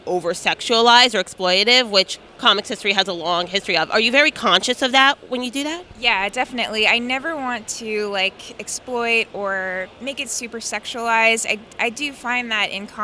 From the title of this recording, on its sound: Interview at Five Points Festival 2017